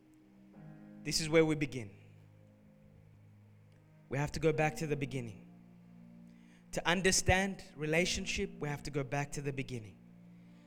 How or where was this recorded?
large echoing room